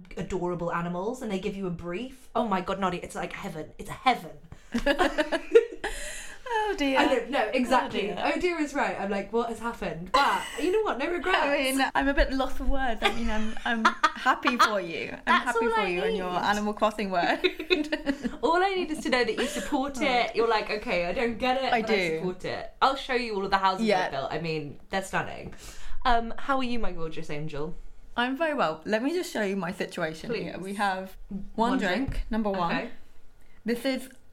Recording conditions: sounds in the background